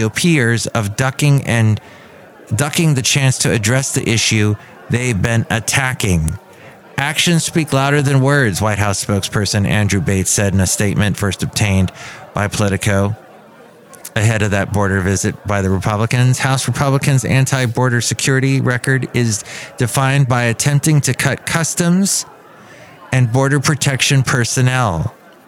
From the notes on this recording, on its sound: podcasts live from Café Anyway